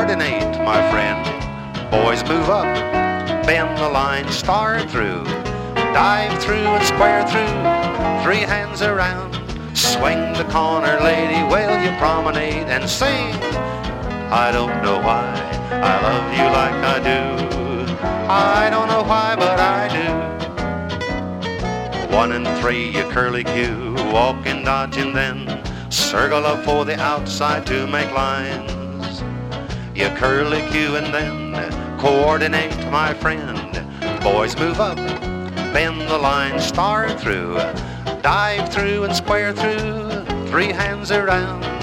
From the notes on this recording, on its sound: from the 1976 Hi Hat Records Staff Trails-In Dance held in Stanton, CA.